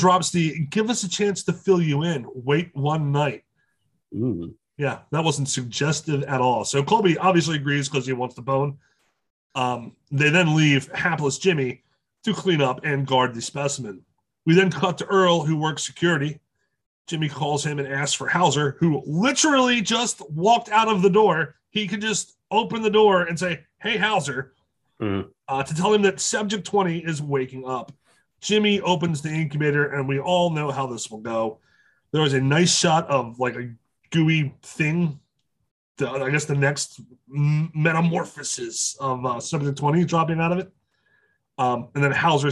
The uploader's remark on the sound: Also, Zoom is still a shit...